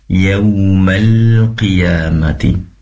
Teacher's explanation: Kemudian yaumal qiyamati, pastikan lamnya sama tadi ya. Yaumal, durasi penempelan lidah, bagian busur lidah depan itu ke langit-langit, ditambah ya.